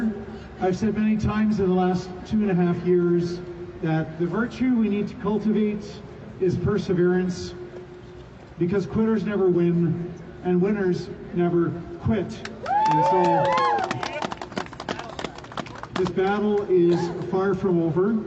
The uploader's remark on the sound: LIVE at the Calgary Rally